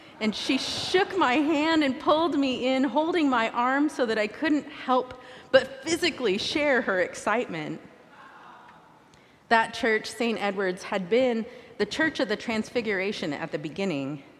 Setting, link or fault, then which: setting, large echoing room